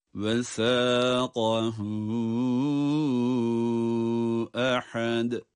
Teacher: Yine hem meddi munfasıl hem de ehad kelimesinin sonundaki dal harfini ince ve kalkale yaparak okumamız gerekiyor